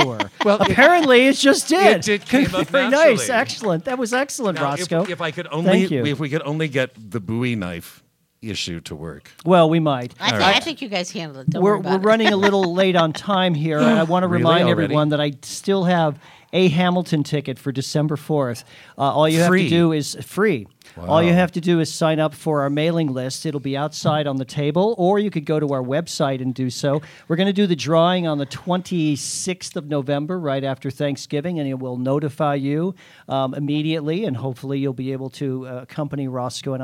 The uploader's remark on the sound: Before a live audience at Steppenwolf's 1700 Theatre as part of the 1st Annual Chicago Podcast Festival.